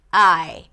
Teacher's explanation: when there is a word that starts with a vowel, like I, usually there is a very small glottal stop at the beginning of the word